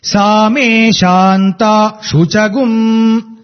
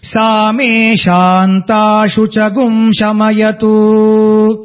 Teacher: Shu is not down, it is in the middle. · Shown in: second take